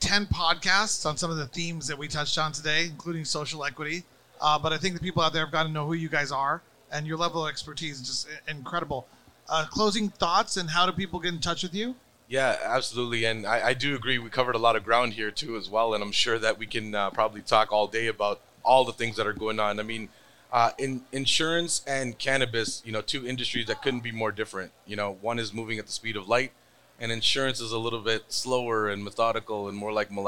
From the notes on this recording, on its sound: Recorded at MJUnpacked NYC